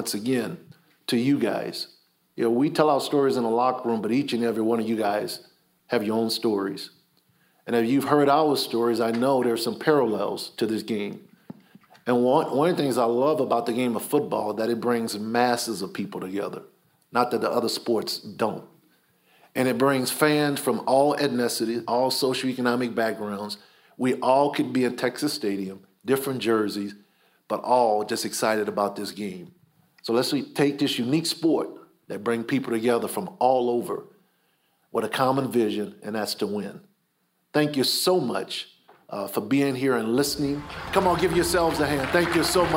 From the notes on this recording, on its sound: Recorded at the 2018 NFL Draft in Dallas, TX